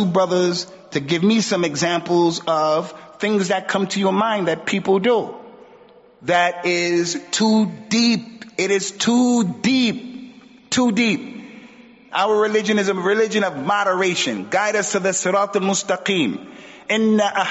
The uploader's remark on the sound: Recorded at Green Lane Masjid & Community Centre. Recorded at Green Lane Masjid & Community Centre.